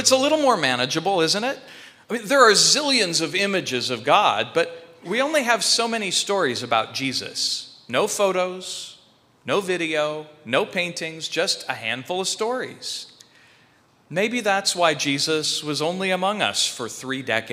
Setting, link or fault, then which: setting, large echoing room